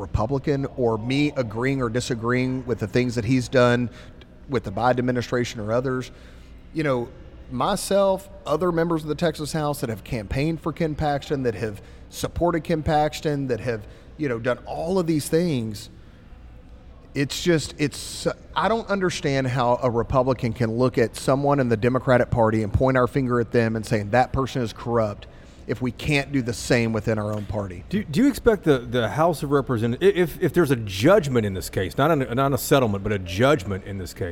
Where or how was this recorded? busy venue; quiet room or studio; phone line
busy venue